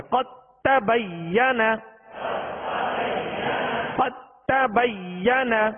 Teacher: یعنی دال جو ہے وہ تا میں ضم ہو چکا داخل ہو چکا · Term: ادغام متجانسین تام